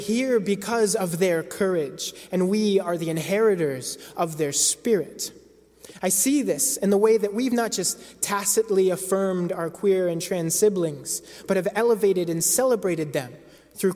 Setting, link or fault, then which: setting, large echoing room